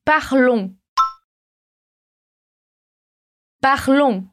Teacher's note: o S no final, a gente não vai pronunciar na conjugação